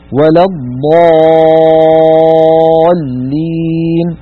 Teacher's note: الضاد مفخمة فتبعتها الألف في التفخيم